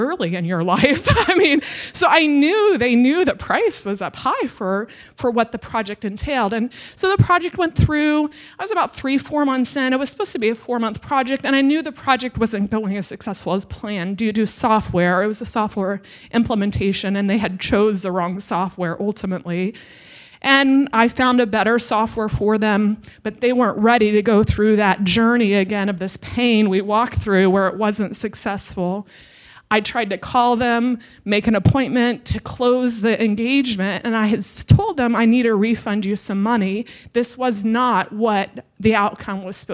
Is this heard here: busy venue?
yes